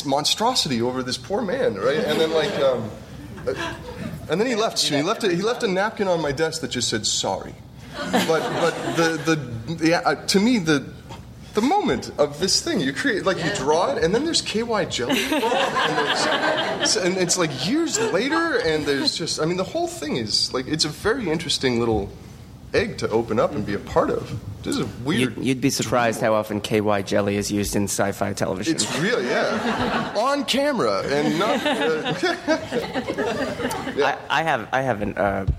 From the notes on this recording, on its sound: Recorded June 2, 2012 at the ATX Television Festival, Austin TX.